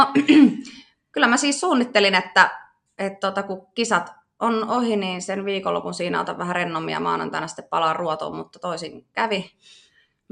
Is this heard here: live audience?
no